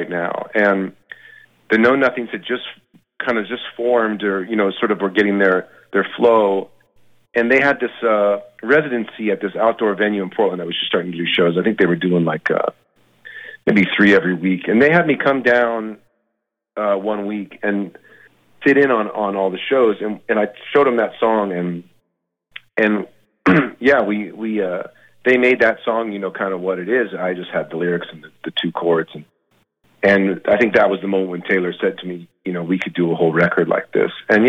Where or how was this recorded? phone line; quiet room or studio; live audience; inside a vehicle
phone line